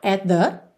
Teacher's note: você vai ligar at the, num som só